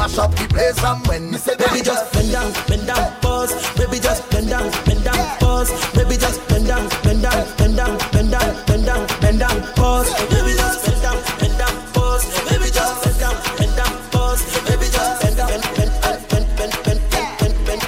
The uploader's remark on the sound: LIVE AT ISLAND SATURDAYS ON OCT. 1ST